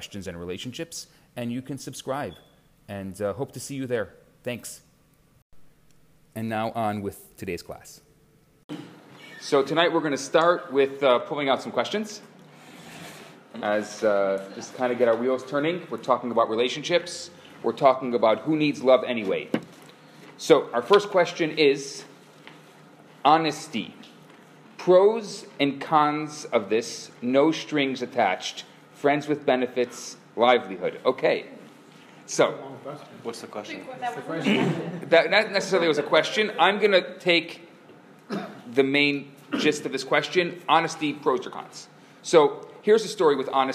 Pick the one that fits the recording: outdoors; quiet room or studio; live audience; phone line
live audience